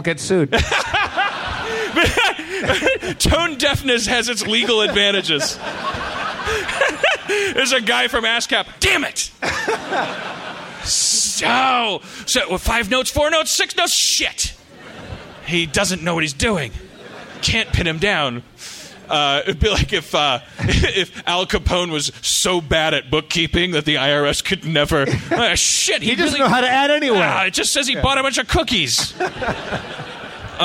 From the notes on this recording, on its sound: Live At Cobb's in San Francisco. Does the 13th annual San Francisco Sketchfest.